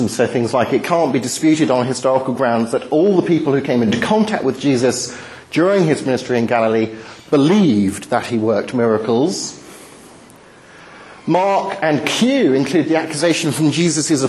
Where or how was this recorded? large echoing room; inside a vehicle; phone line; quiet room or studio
large echoing room